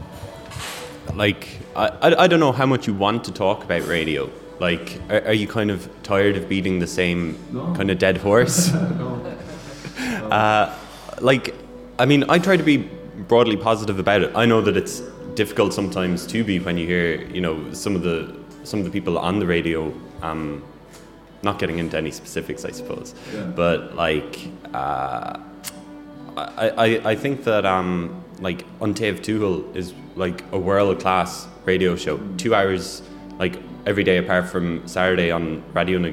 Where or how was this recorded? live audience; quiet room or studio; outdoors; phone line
live audience